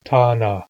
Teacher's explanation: the word for money is Tana with 2 long A's, Tana in East Barkley Sound